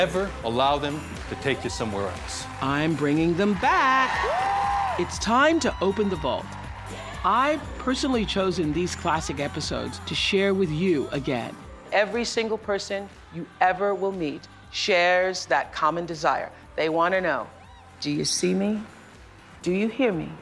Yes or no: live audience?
yes